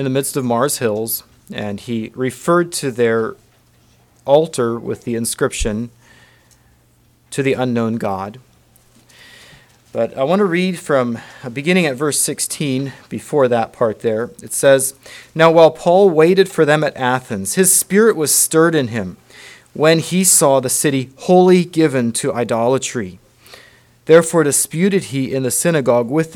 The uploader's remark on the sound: Message preached at Word of Hope.